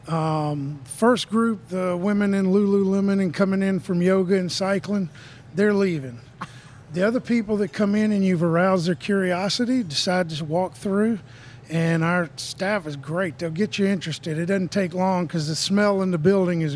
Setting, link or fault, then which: setting, busy venue